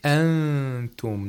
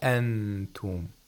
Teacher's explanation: We should hear the approximation of the letter ta while the nasalization is made · Shown in: first take · Term: ikhfa